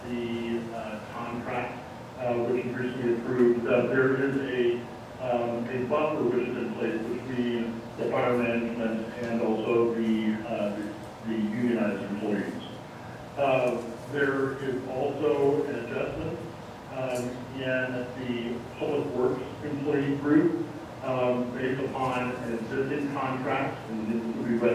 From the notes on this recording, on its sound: Live recording of Astoria City Council Meeting